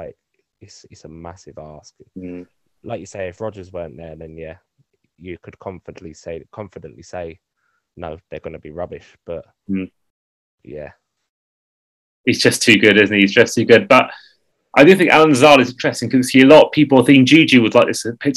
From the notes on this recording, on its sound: Apologies for the sound quality.